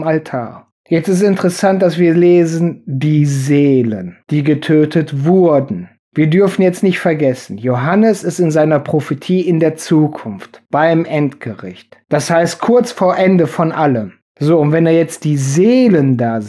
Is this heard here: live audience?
no